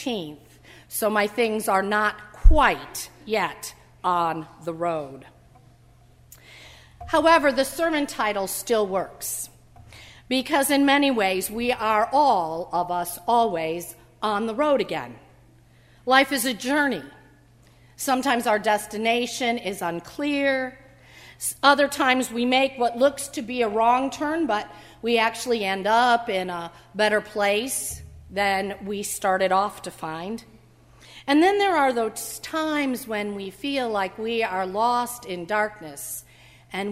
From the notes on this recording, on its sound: during the Heritage service on Sunday, January 3, 2016, at First Presbyterian Church of Arlington Heights, Illinois